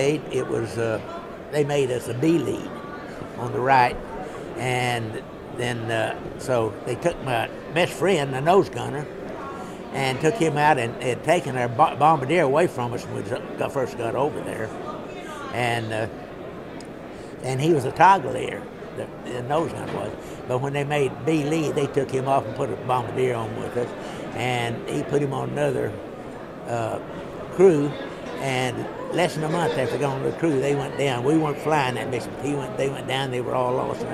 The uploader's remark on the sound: recorded by students from Norwich University College of the Arts at the 61st convention of the 2nd Air Division Assn, Dallas, Texas (17th - 20th October 2008)